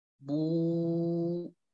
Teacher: مع انضمام الشفتين وعدم تضامهما، بل يبقى بينهما فرجة ليمر الصوت · Term: الواو المادية